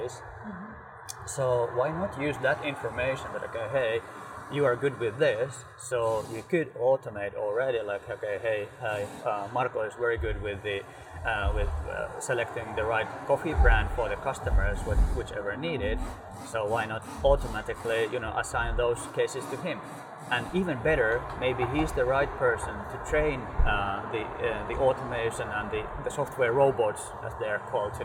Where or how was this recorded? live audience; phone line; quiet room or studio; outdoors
outdoors